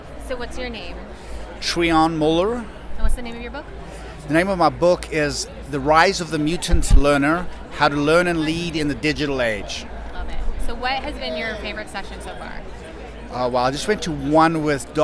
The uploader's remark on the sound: Straight from the expo floor. We interviewed real-life attendees.